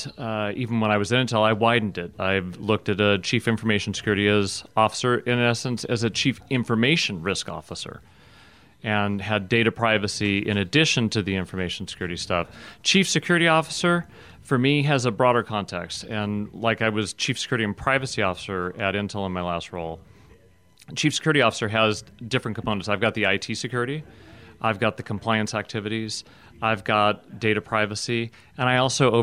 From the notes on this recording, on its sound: at RSAC 2018 security conference in San Francisco